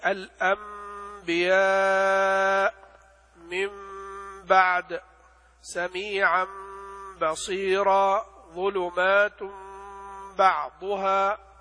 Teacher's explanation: النون عند الباء تخفى تقلب إلى ميم تخفى · Term: القلب